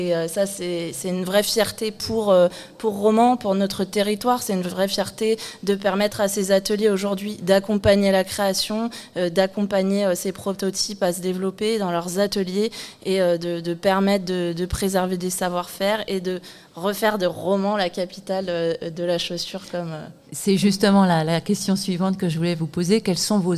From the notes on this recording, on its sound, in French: Une émission en direct de la cité de la chaussure de Romans-sur-Isère